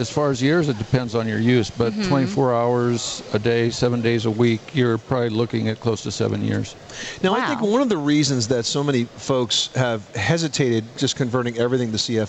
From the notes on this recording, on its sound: This is a live broadcast from the National Hardware Show in las Vegas, Nevada.